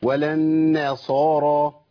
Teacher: زودت الف قليلا بين النون والايه · Term: اماله